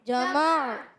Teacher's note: عین حلق کے درمیان والے حصے سے ادا ہوتا ہے